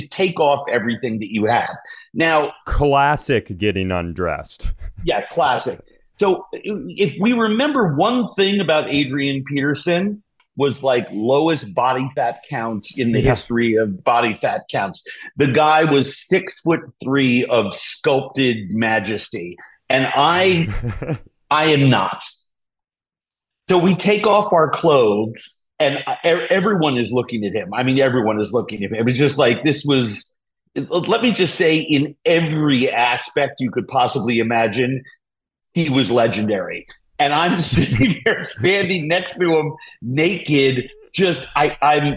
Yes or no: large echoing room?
no